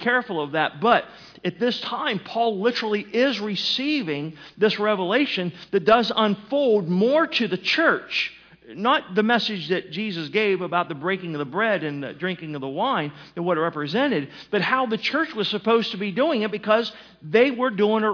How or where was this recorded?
large echoing room